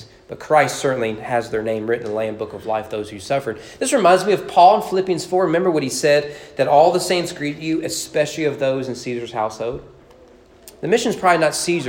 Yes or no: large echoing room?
yes